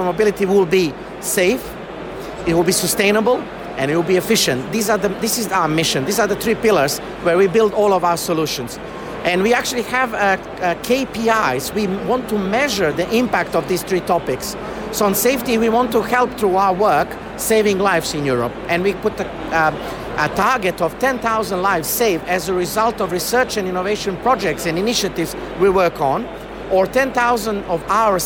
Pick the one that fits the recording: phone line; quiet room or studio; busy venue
busy venue